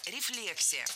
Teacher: Ударение ставим на второй слог, как и в исходном существительном.